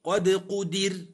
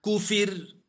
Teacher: كفر، فمكسورة قبلها. بالضبط، الراء سكنت لأجل الوقف وقبلها كسر ترقق